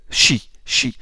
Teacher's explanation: La partie médiane de la langue, elle s'approche du palais sans le toucher. Hein? Il y a certes resserrement du chenal expiratoire, mais sans fermeture complète. · Term: shin